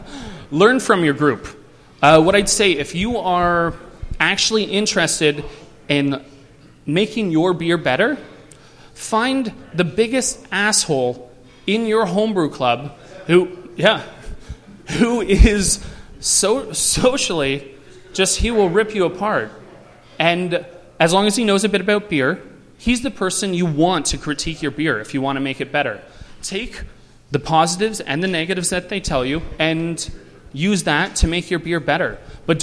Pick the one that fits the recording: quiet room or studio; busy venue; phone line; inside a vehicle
busy venue